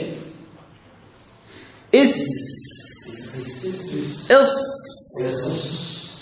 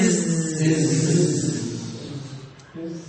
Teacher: من طرف اللسان فوق الثنايا السفلى، فوق السفلى مخرج الزاي والسين والصاد